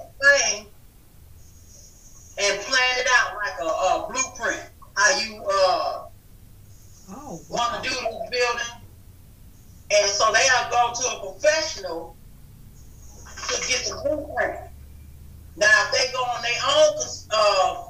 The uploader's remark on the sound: Please forgive the background noise. There was a family emergency phone call taking place.